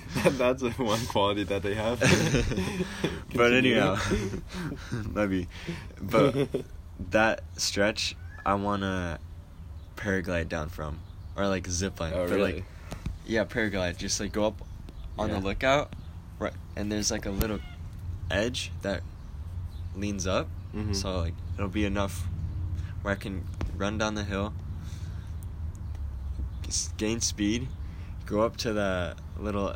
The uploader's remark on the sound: Listen as we sit outside. TERRIBLE WIFI.